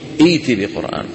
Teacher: بيبدلوا الهمزة الساكنة حرف مد من جنس حركة الهمزة الأولى. فأؤتمن شو بتصير؟